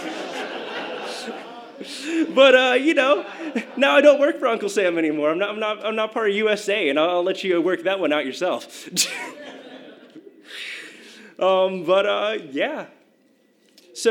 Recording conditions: live audience